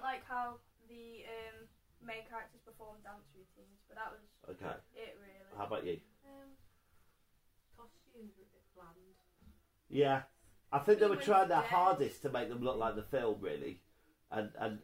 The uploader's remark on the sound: Apologies for the sound quality on this one, one of the recorders didn't work!